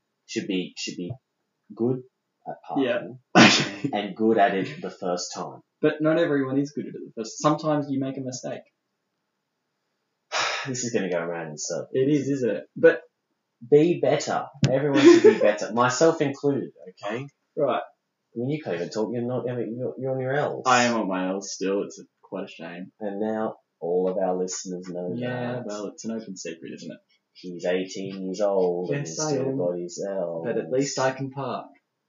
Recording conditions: poor sound quality